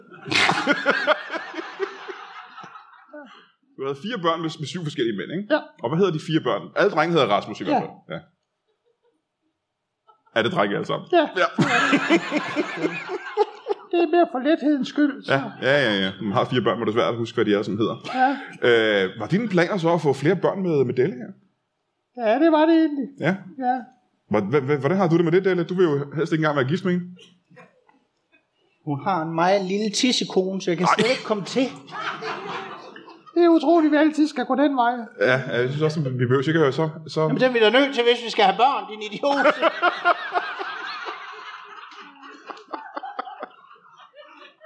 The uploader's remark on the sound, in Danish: LIVE fra Skråen